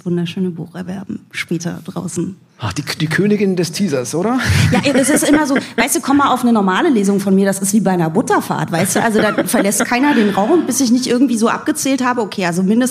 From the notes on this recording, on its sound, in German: Im Kriminaltheater Berlin getroffen. Vor Publikum.